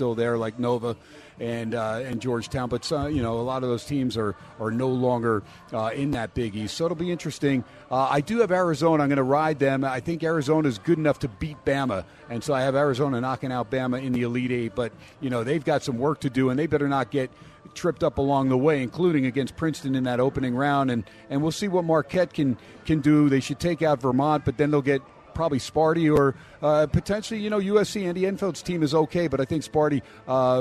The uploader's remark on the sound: "Live" from #SteinersPub in Las Vegas.